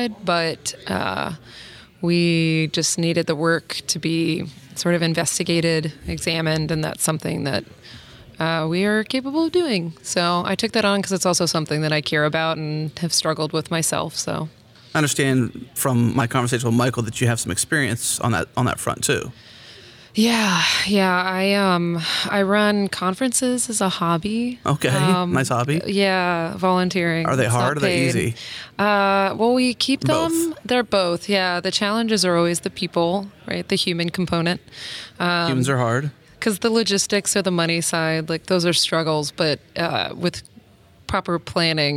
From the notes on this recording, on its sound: recorded at Node Interactive 2016